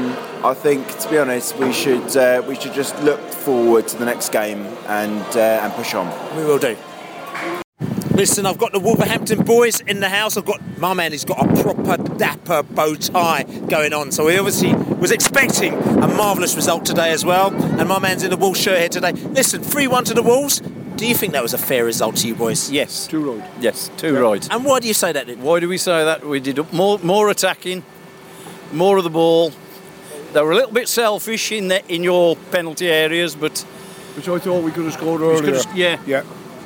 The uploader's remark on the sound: post-match poscast from the pub